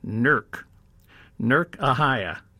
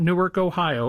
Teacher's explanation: you have to drop the vowels, and it becomes pronounced Nurk. · Shown in: first take · Nurk, Ohio, is how you say it back in Ohio.